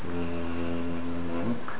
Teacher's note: Whenever you have meem in the beginning of a surah, it's 6 beats. It's pronounced with 6 harakas and it has the wunna on it.